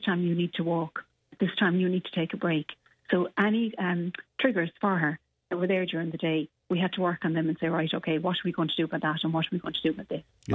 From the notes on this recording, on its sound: on the phone this morning